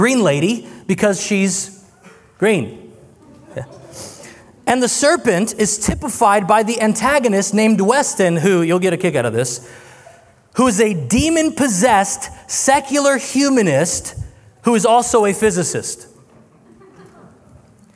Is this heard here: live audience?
yes